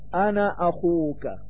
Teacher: أما إذا وصلت كلمة أنا بما بعدها فيجب أن تقصرها وتحرك النون بحركة واحدة فتقول أنا أخوك.